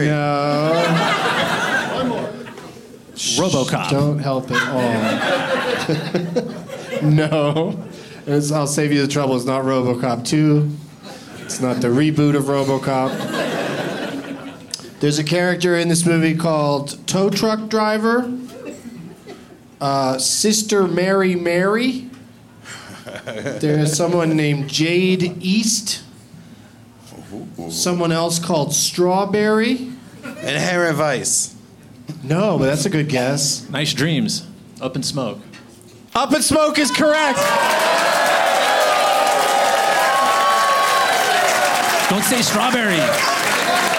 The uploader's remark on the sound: Live from Comedy Works in Denver